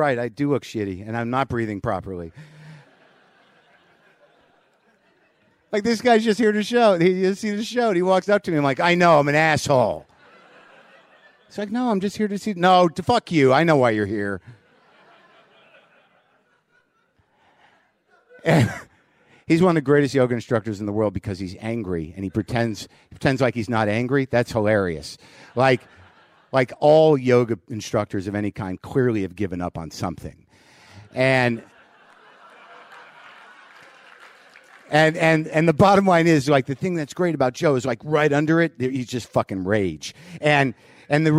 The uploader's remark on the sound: Live WTF from the Riot LA Alternative Comedy Festival